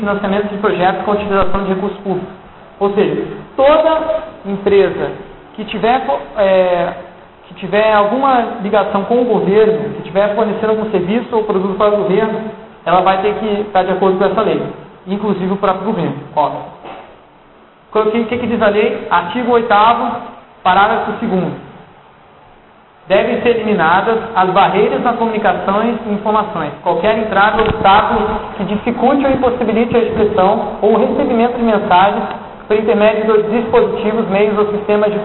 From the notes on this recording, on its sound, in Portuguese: Para quem não estava no evento, segue o áudio da palestra que pode ser escutado junto com os slides.